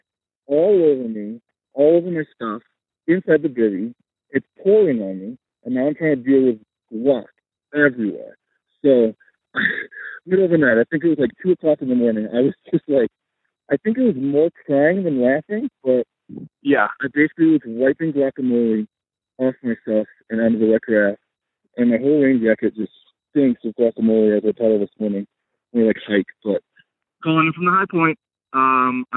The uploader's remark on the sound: called in from near Upper Carson